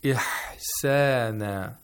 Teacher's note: The ha was pronounced with buha and also rakhawa. Ihsana. If you say ihsana, the buha is not enough.